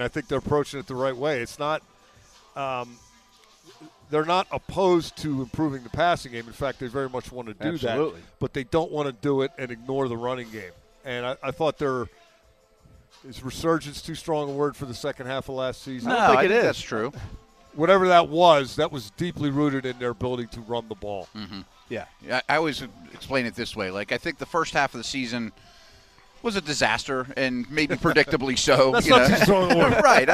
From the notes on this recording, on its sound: live from the UPMC Rooney Sports Complex on day 8 of Steelers' OTAs